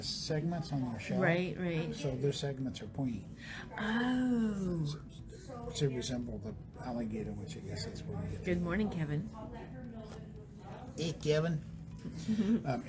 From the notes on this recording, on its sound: We apologize for the sound being a little difficult. These podcasts are made from a live video.